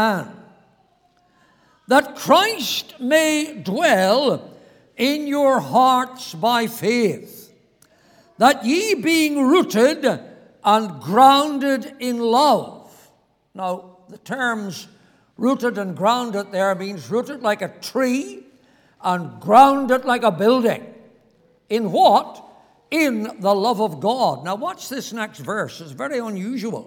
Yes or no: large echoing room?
yes